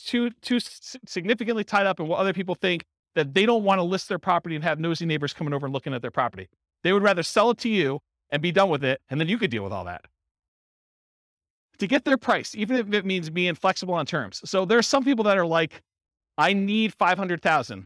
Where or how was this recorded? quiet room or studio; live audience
live audience